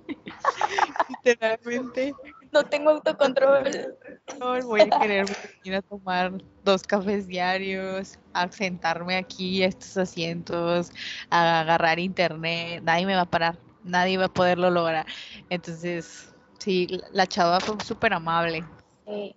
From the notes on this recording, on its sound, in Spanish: En el que grabamos desde Starbucks. De antemano les piden disculpas por el sonido del podcast.